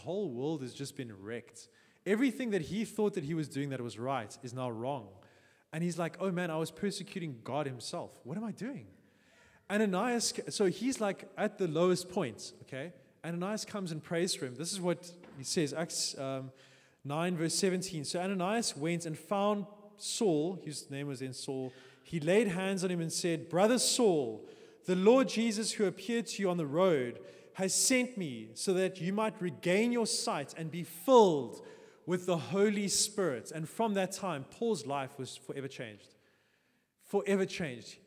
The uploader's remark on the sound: Sunday Sermon. At Joshua Generation Church Milnerton congregation.